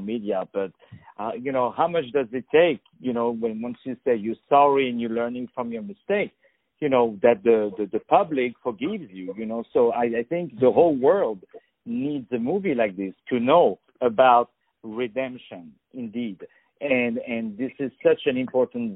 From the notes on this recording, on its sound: On the phone. The Culture News.